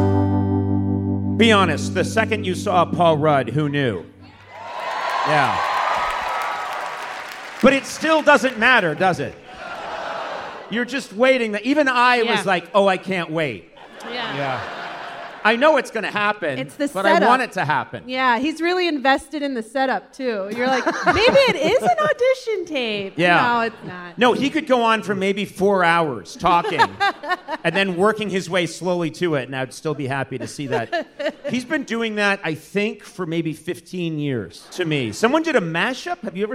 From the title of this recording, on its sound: Live at the Brooklyn Academy of Music